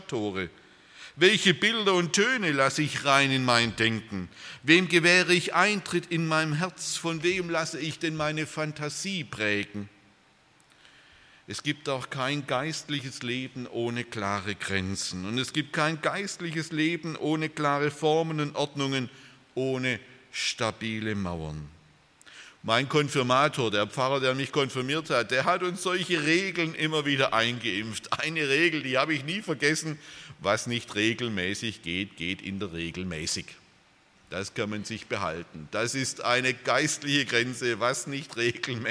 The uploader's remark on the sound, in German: aus dem Gottesdienst der Liebenzeller Mission